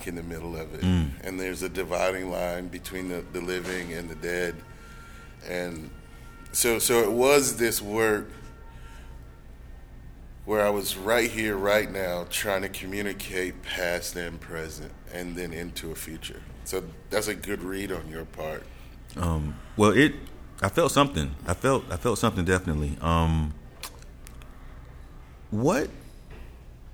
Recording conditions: busy venue